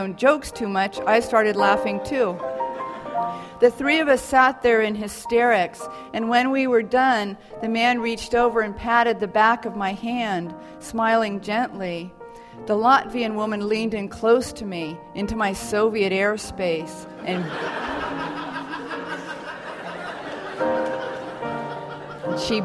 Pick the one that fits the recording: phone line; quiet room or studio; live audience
live audience